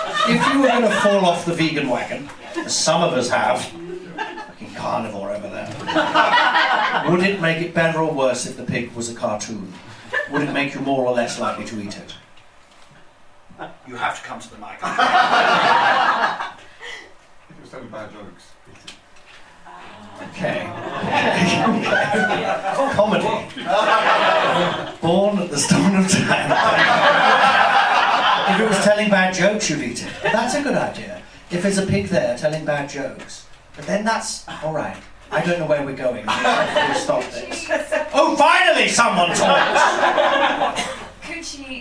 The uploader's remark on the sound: Live recording at the Museum of Comedy!